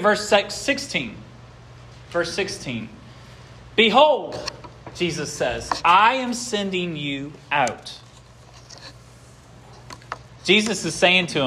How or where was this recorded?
large echoing room